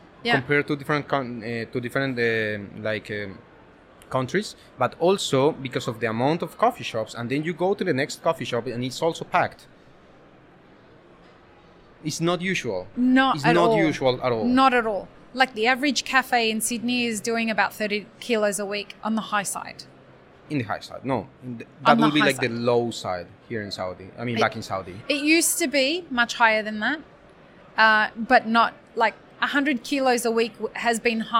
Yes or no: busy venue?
yes